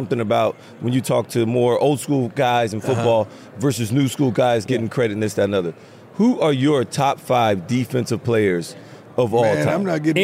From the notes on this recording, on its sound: live from radio row for Super Bowl LVII